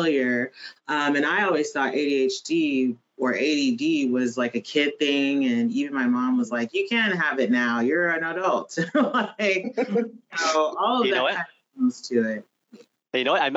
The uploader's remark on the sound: CREST recently hosted a webinar about neurodiversity in the technical security workplace.